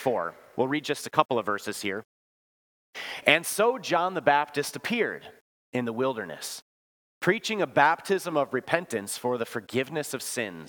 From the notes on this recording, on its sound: Bethany, Appleton, WI. Preached this sermon at Bethany's Sunday worship on January 7, 2023.